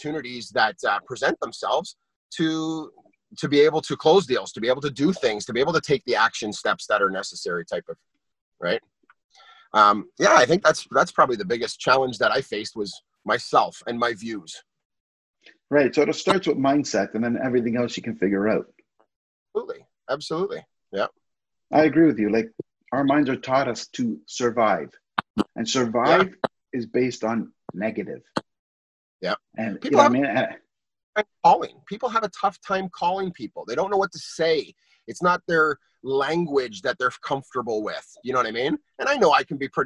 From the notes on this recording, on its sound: In this Zoom Recording